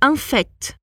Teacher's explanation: Quando a gente fala en fait, a gente pronuncia esse T no final, que normalmente não é pronunciado.